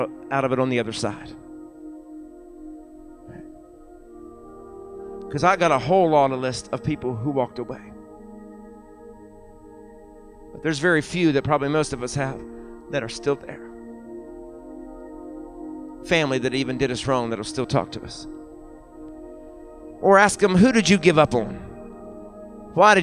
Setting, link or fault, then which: setting, large echoing room